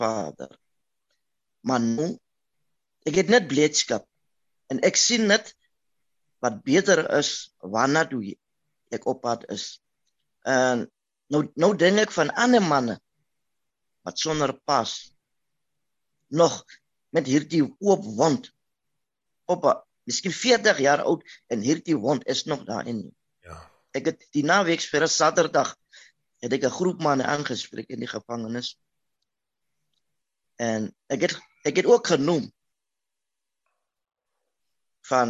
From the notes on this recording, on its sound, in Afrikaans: om die tafel op die Zoom Byeenkoms